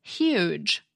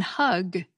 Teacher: It's true that we hear it as an H, but it's not the same kind of H that we have in hug. That H is made by just letting air flow past your vocal cords down in your neck. · Shown in: second take · The H in huge, though, is made by raising the body of your tongue up close to your palate and forcing air through that constriction.